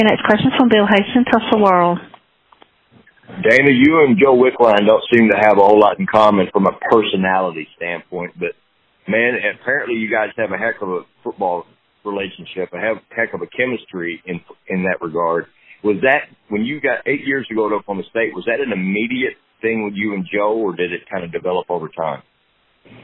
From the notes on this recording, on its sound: on his weekly Big 12 teleconference